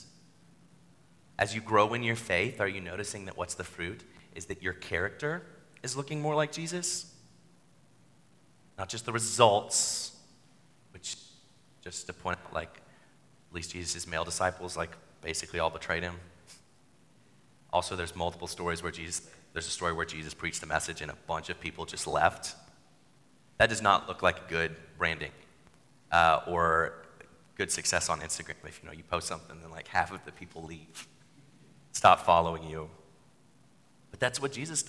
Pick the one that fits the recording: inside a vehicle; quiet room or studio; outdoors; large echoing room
large echoing room